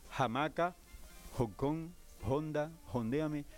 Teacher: Todo lo que tenga H, el campesino lo jotiza